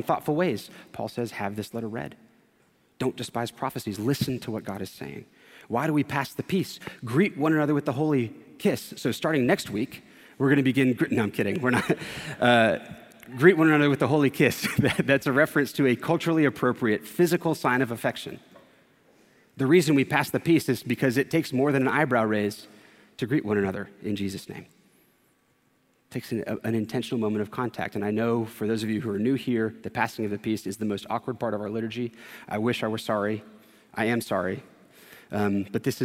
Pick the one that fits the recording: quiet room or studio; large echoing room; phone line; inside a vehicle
large echoing room